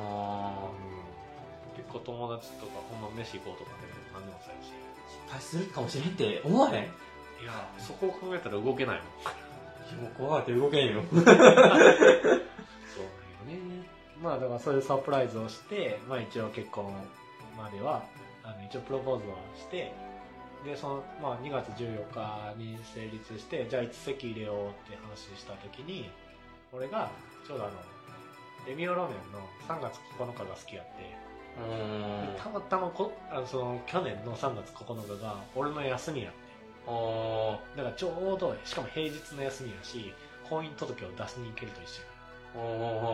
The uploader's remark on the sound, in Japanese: まだ音質の悪い、長い回になっております